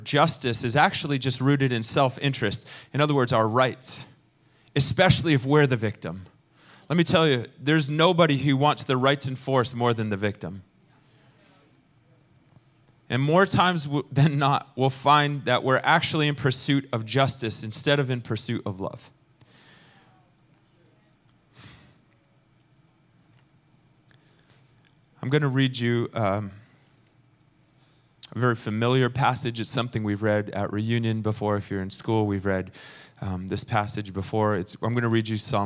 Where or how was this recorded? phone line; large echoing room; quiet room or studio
large echoing room